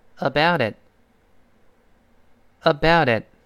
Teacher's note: 中间那个 about，那个 t，就浊化成 the，跟后面 it 连读着 the，the，the。最后那个 t it 里面那个 t 失去爆破了，所以放在一块是这么一个声音。跟老师再读两遍：about it, aboutit。好，注意这句话的语气啊。Tell me about it. Tell me